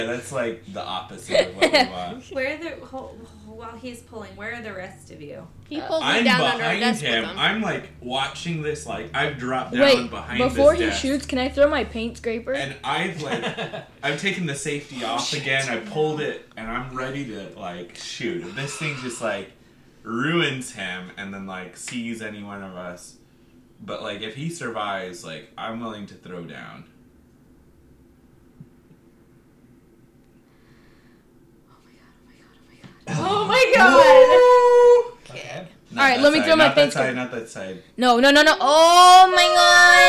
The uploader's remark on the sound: We had a little bit of background noises that were difficult to edit out